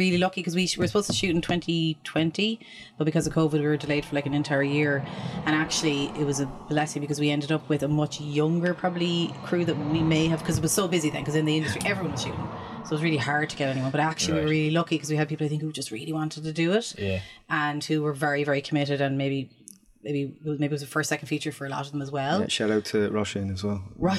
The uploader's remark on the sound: Which we recorded live from our lovely campervan provided by Rambling Rover.ie at the Fastnet Film Festival in West Cork in 2023!